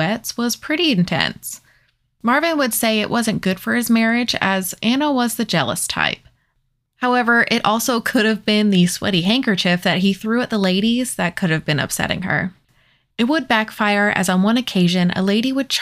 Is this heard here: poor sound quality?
no